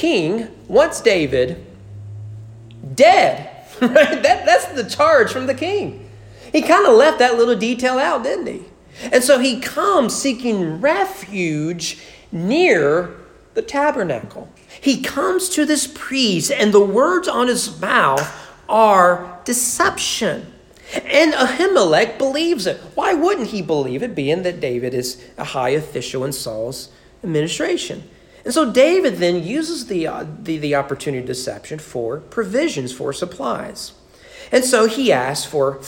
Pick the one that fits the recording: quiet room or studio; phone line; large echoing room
large echoing room